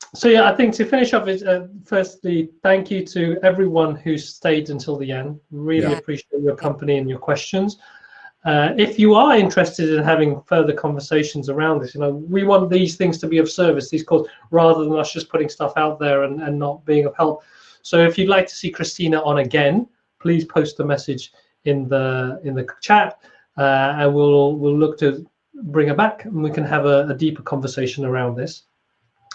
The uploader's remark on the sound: Recording of the live webinar. During lockdown in the UK and across the world.